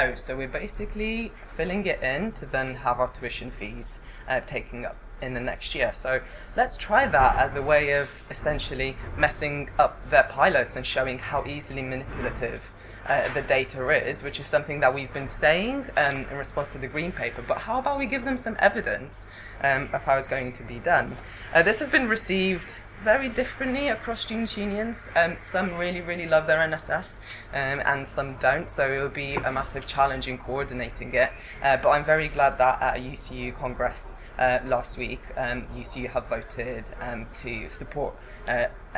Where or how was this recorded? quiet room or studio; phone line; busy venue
busy venue